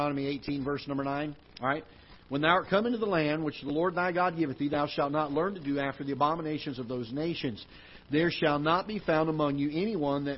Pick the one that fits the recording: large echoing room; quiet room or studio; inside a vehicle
large echoing room